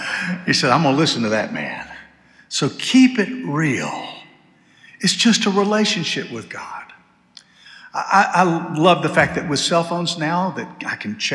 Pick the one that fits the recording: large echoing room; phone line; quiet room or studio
large echoing room